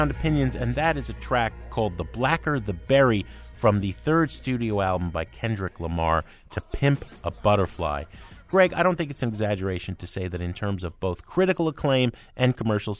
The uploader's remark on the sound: on the ground at the annual SXSW conference in Austin, Texas